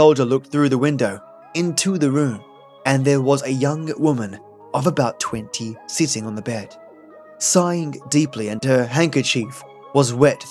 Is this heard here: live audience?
no